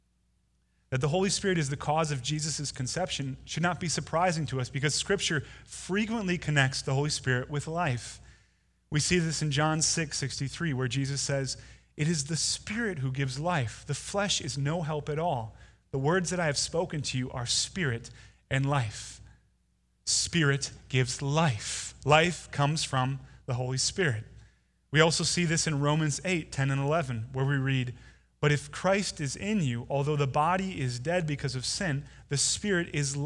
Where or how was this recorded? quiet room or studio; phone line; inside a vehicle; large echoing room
large echoing room